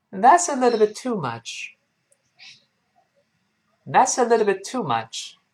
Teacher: That's too much.好，或者我们也可以这么说，呃，语气稍微轻一点儿。那这有点太贵了，加一个 a littlebit，a littlebit，a littlebit，放在一块连读变成 a littlebit，little，读快了变成 little，little，中间这个 t 轻轻浊化成的。前面 a 后面 o 声带都震动，little bit 放在一块儿，littlebit，littlebit，最后那个 t bit 后面那个 t 失去爆破了